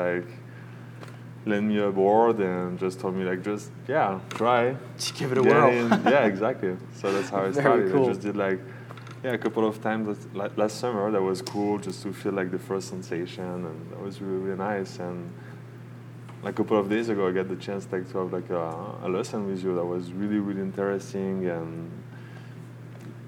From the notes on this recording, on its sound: video recorded the entire episode at Georges Lighthouse Cafe in Montauk, NY